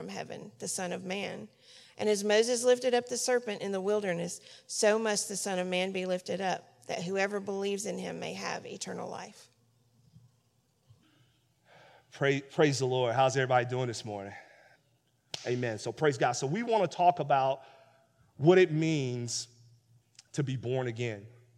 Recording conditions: large echoing room